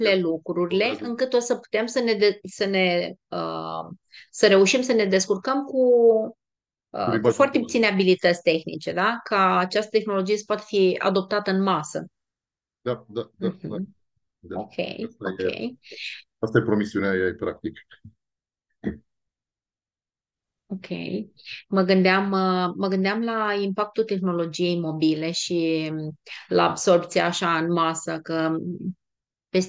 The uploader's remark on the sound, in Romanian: Ne-am auzit pe Zoom